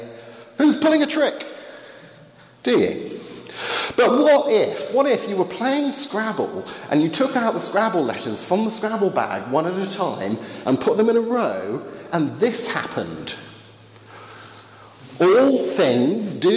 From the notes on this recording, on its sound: Lecture with Q&A delivered at St. Leonard's Church in Eynsham.